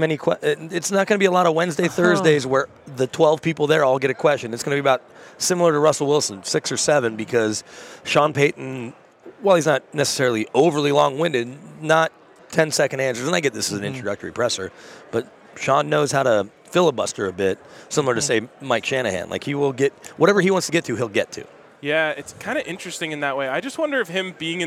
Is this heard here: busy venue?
yes